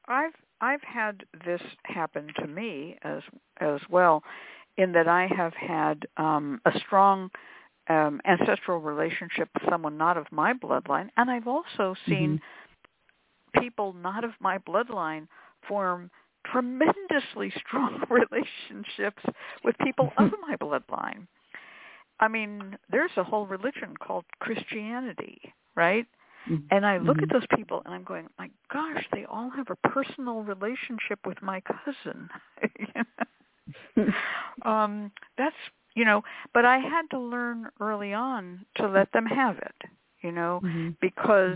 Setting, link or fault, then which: link, phone line